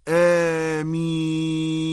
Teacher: والخلاصة أن المأثور والمستحب عن النبي صلى الله عليه وسلم الإطالة في النطق بكلمة آمين، ويحصل المد بإطالة النطق في الألف وهو مد بدل، أو الياء وهو مد عارض للسكون، بحيث نمده حركتين أو أربع حركات أو ستا دون إفراط في المد، ومن غير تجديد للميم، فلا نقول آمين لئلا تصير بمعنى آخر، لأن آمين معناها قاصدين.